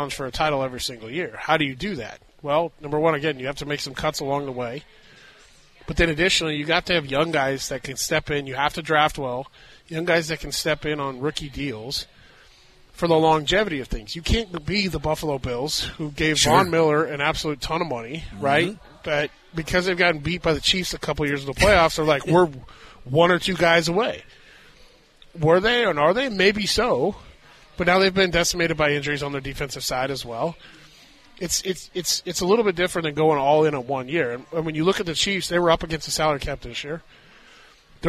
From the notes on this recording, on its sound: LIVE from Hollywood Casino!